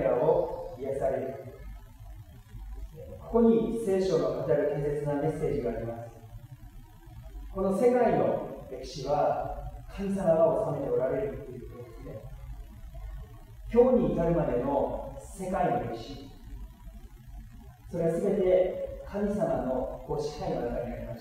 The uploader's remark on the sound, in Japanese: 機材トラブルにより音声が聞きづらくなっております。